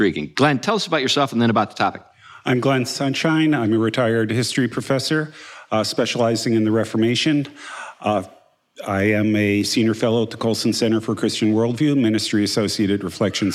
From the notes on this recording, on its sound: together live again this week, meeting at the Preservation Company in Huntsville, Alabama